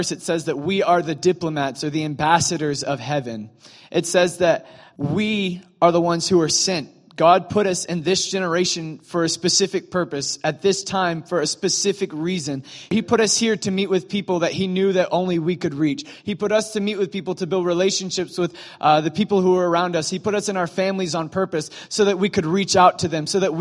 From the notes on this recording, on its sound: During morning services at Celebration Life Family Church.